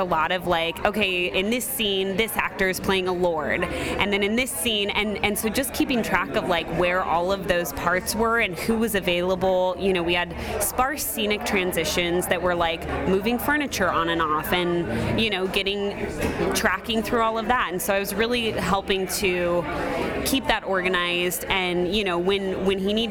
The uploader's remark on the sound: Recorded live at The Celtic Knot in Evanston; Where else to talk about Henry IV but in a pub?!